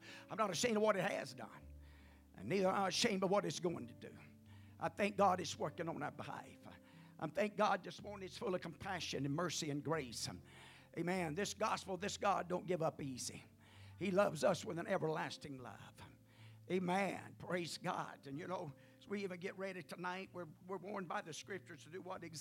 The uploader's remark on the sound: at the First Jesus Name Church of Benndale on the Sunday morning of 12 - 31 - 2023